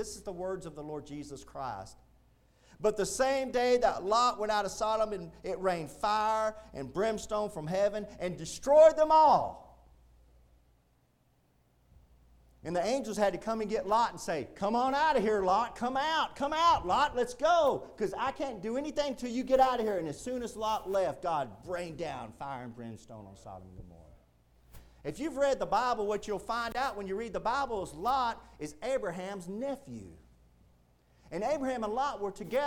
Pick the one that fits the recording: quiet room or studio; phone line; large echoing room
large echoing room